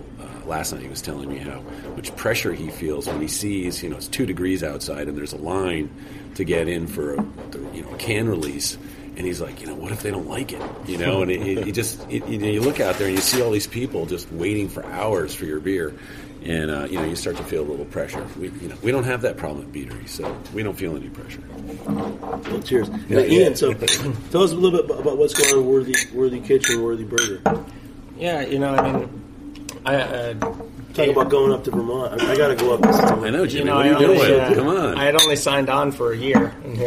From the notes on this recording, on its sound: Special off-site recording of Beer Sessions Radio at the Blind Tiger. Tune in for a special off-site recording of Beer Sessions Radio at the Blind Tiger!